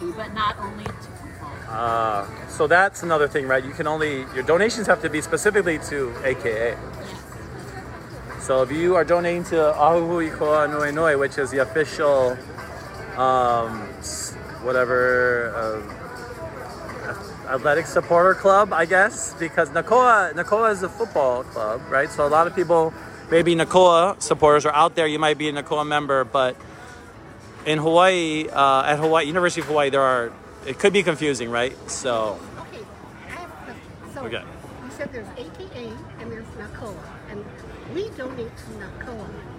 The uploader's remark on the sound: Live from Waikiki!